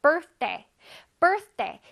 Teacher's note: Birthday 할 때 TH가 있기 때문에 뜨 소리를 살짝 내줘야 돼.